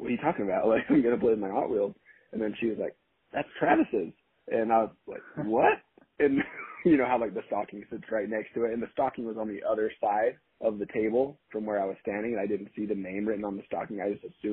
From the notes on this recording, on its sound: Audio for this episode was recorded via phone call and is not our typical quality